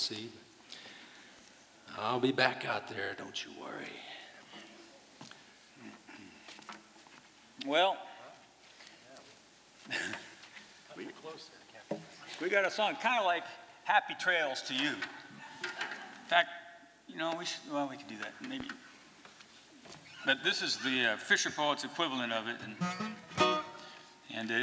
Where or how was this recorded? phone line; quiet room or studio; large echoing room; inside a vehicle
large echoing room